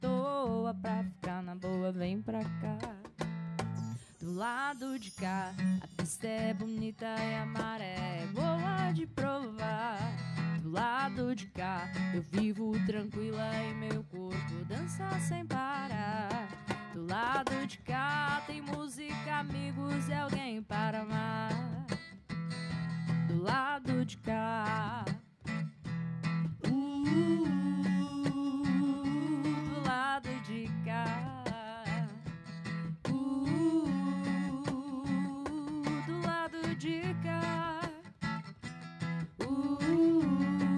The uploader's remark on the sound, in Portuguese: Acústico De Barzinho. Criamos esse podcast com as melhores partes de nossas performances ao vivo.